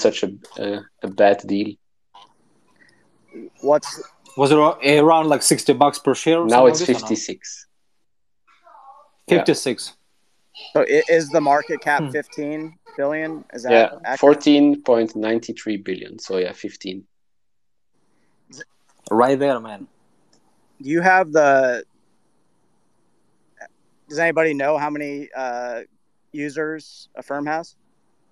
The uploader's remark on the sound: The recording from the Twitter Spaces event